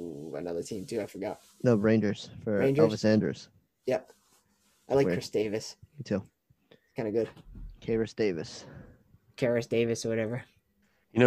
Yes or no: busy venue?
no